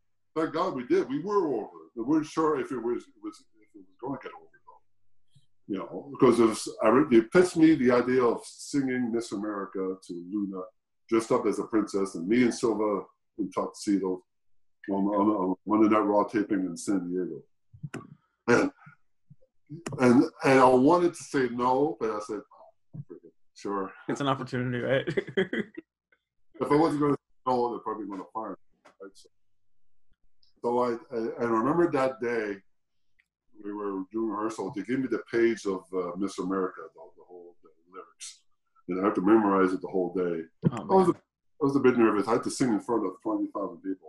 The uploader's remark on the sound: Recorded via Zoom